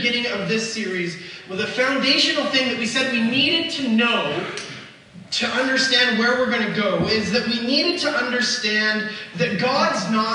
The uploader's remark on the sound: We apologizefor the poor audio quality for this weeks message, we had some interruptionsin our usual recording process and they will be fixed for next week.